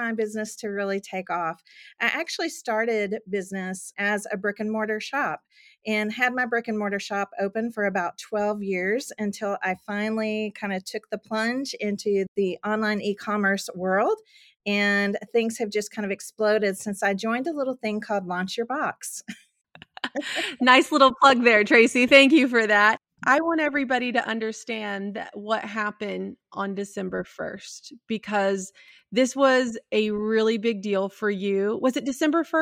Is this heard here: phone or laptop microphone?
no